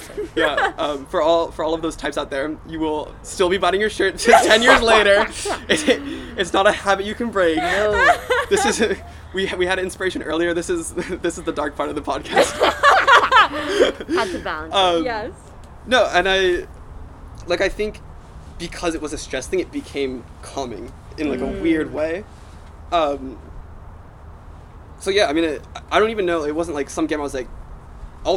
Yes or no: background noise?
yes